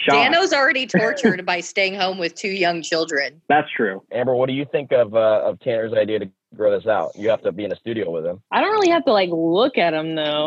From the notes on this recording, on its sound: The gang is all back on Zoom!